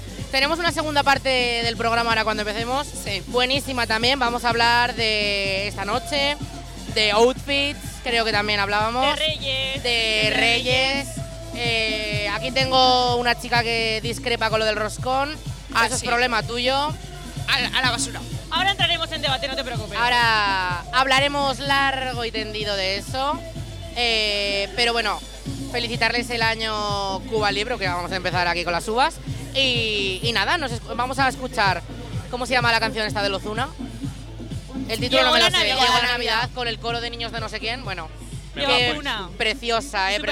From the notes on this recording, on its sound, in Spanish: nos hemos tomado las 'pre-uvas' en directo desde nuestra particular Puerta del Sol, en la Plaza del Jardín de La Almunia